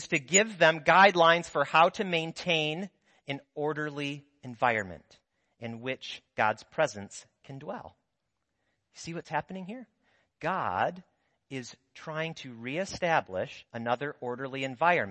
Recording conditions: large echoing room